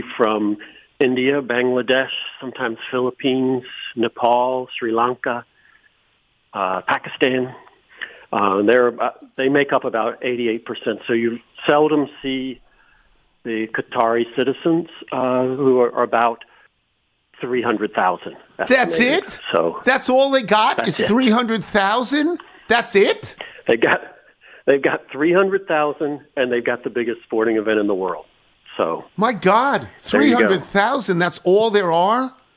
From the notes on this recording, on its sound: call in with their picks